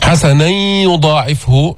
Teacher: هذا إدغام غير مستكمل التشديد، إدغام بغنة